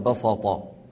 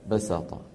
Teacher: من العرب من يقول بسط بدل ايه بسط، يفخمون السين حتى تصير صادا تأثرا بالطاء بعدها · Shown in: first take